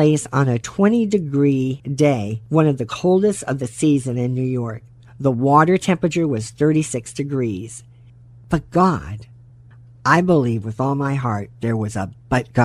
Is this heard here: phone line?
no